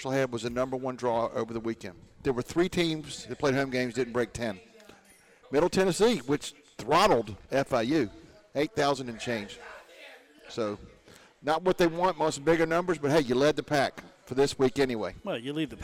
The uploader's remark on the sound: on location at the Union Pub & Grill - 1125 4th Ave in Huntington